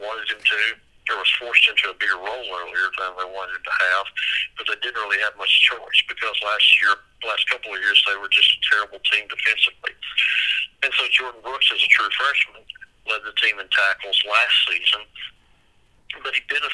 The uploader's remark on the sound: call into the show